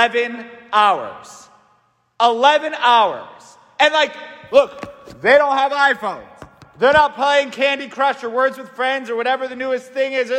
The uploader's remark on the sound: St Francis Catholic parish homily preached by Fr.